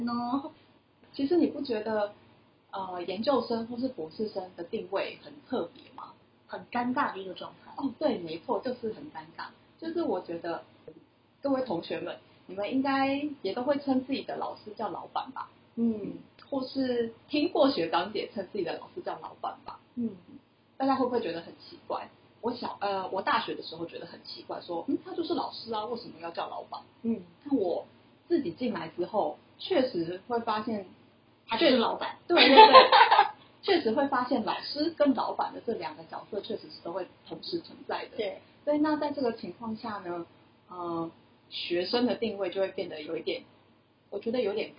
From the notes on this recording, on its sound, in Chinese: 第一集好像收音還沒調整好請大家見諒啊